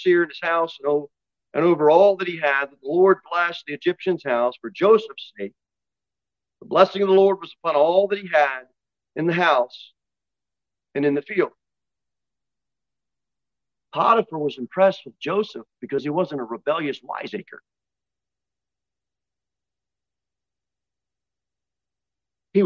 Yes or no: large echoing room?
yes